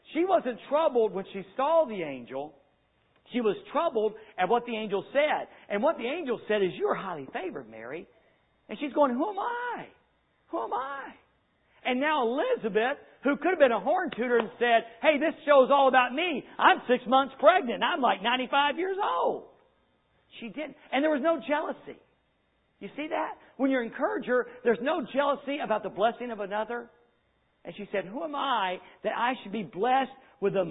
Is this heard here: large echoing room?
yes